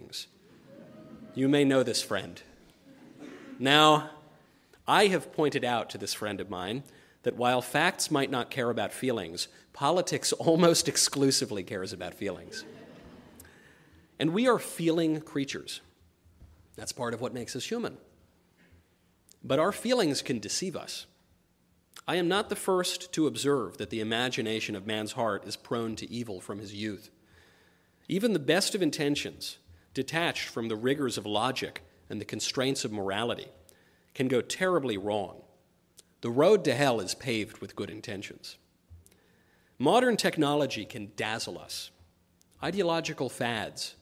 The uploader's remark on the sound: LIVE at Clemson University